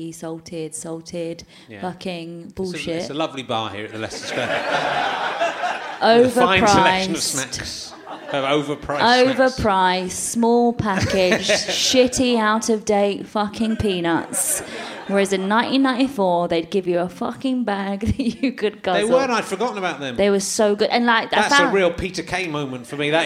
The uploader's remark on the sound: chats to a man in the audience